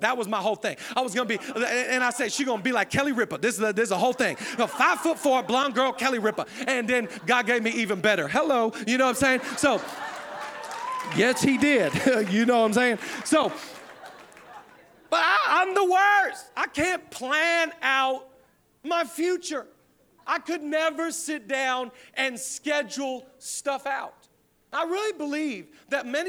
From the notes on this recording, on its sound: Zoe Church LA. Live from the El Rey Theater.